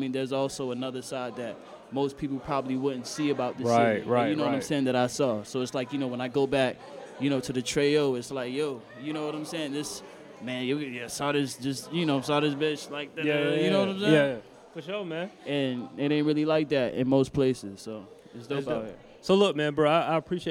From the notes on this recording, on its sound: Live From Adventure Time ATL. We kick off the first part of our live sessions at Adventure Time ATL.